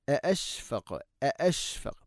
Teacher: തൊണ്ടയുടെ താഴെ ഭാഗമാണ് ഹംസയുടെ മഖ്റജ്. അഅശ്ഫഖതും കാഫിന് കേൾക്കണം, കൽക്കല ചെയ്യണം.